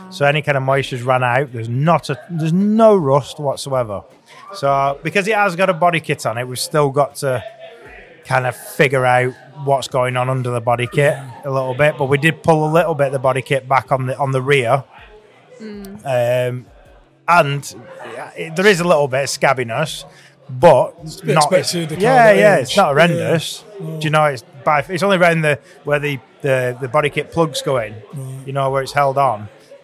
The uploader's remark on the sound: Midnight Lancs Car Meet at Leyland Car Care. Live from the Midnight Lancs Car Meet!